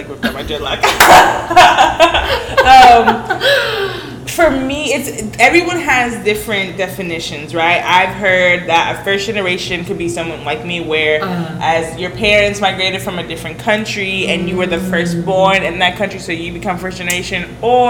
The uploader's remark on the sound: Recording live from la IUPI.